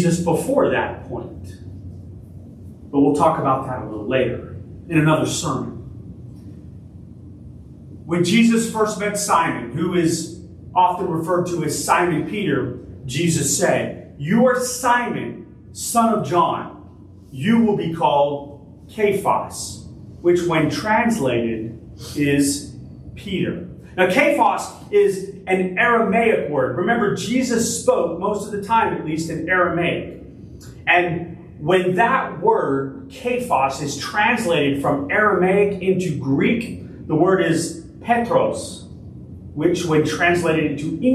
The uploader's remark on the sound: Originally delivered on September 3, 2023 at Crossroads Christian Fellowship in San Antonio, TX